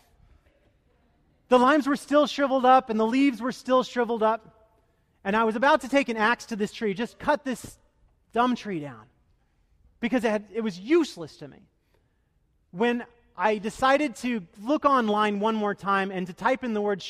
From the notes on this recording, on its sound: Delivered duruing the Traditional Worship service.